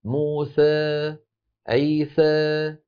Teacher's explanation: بين الألف الصافية وبين الإمالة الكبرى، فيأتي الصوت هكذا موسى عيسى س، الأول س عيسى موسى، اللسان في وضع الراحة، إذا ارتفع شوي وسط اللسان موسى عيسى هذا الصوت. · Term: الإمالة الصغرى